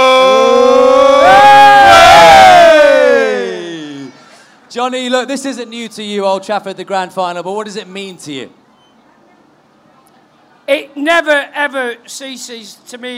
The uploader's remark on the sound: Grand Final Live Special. Live from the #GrandFinal.